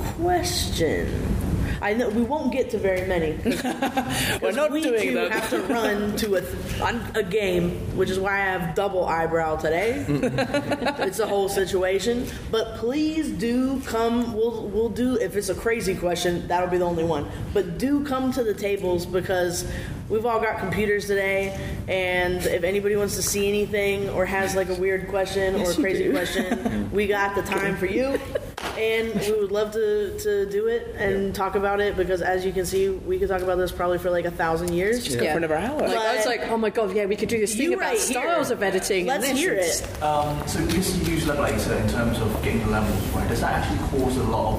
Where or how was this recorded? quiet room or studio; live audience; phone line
live audience